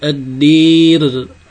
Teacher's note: لأن الراء قد سبقت بألف ممالة والإمالة تستوجب الترقيق. والإمالة من جنس الكسرة لأنها نحو نحو الكسرة.